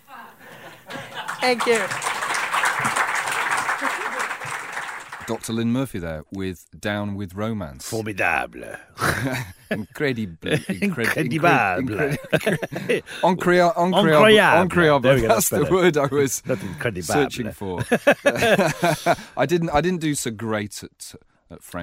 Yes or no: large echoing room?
no